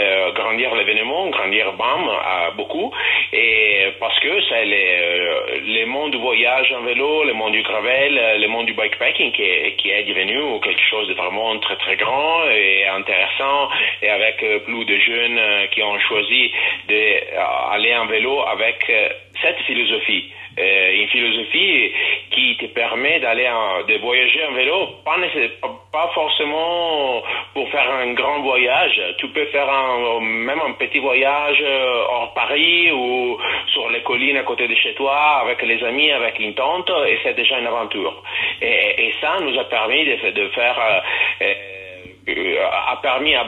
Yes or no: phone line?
yes